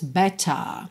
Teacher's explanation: I won't feel better com esse T bem marcadinho também e o R sem enrolar. Então, ao invés de better, que seria mais comum no inglês americano, temos better.